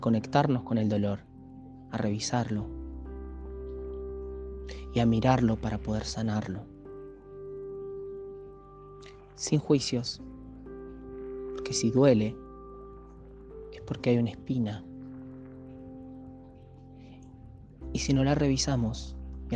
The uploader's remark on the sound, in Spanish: En este episodio reflexiono para (y con) ustedes desde el techo de mi casa.